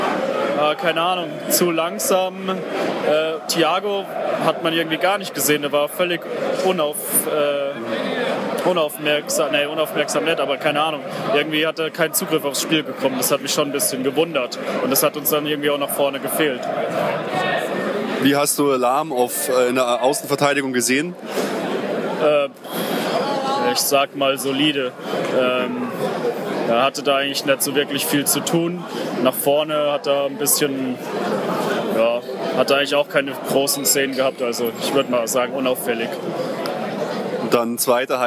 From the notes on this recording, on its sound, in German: Stadionfolge FC Bayern München Amateure - 1860 München II. Wir haben eine kleine Stadionfolge aufgenommen.